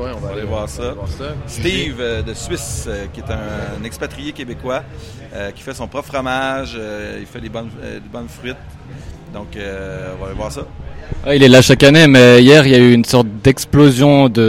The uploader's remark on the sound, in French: depuis le Paléo Festival